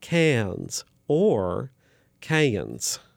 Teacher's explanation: sometimes Southerners lengthen one vowel so much, which is fine, that they'll actually add a y sound in the middle of it called a yod. So cans, like cans of beans, cans can become cans or cayens.